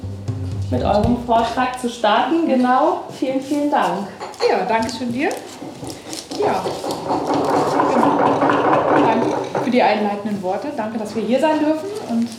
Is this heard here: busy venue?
yes